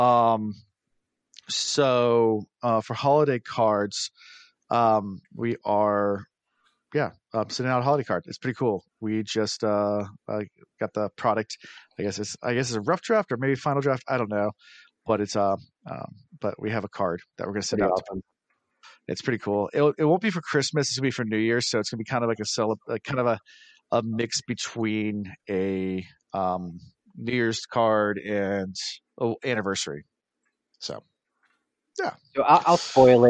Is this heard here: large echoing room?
no